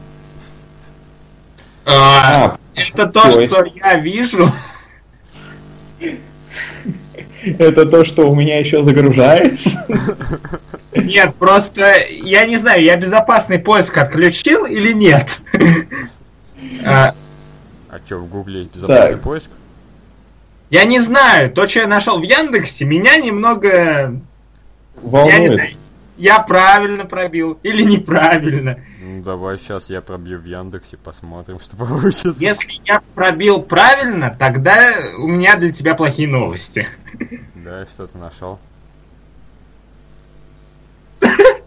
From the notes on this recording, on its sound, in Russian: записанный в не очень высоком качестве